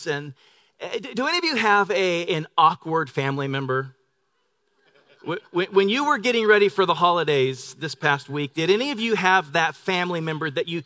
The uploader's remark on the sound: Delivered on 25 November 2018 at Grace Church of La Verne. Delivered on 25 November 2018 at Grace Church of La Verne.